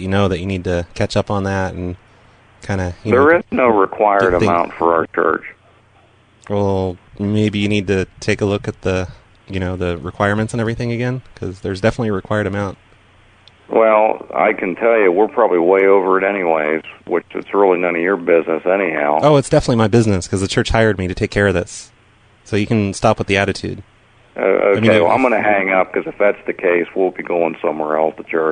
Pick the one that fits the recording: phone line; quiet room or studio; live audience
phone line